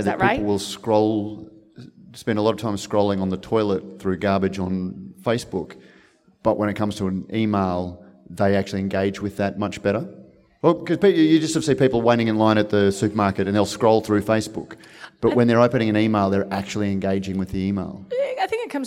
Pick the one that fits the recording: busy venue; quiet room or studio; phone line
busy venue